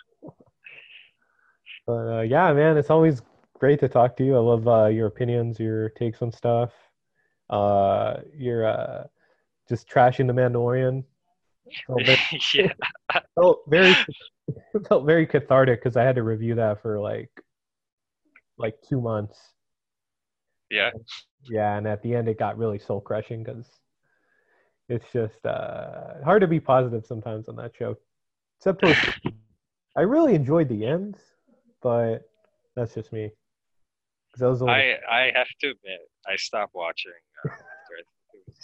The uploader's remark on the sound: We're connecting over Zoom, so please bear that in mind.